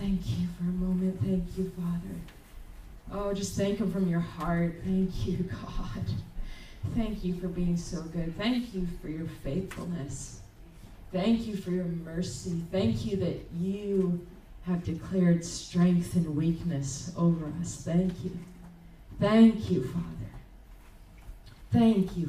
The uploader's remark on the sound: At Crossing Life Church in Carmel, ME.